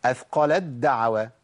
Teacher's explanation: التاء أضغمت ذهبت بالكلية وأبدلت بحرف الدال مش عندنا الإضغام بينتج عنه إيه تشديد للحرف الثاني بشيل الحرف · Term: إدغام تاء في دال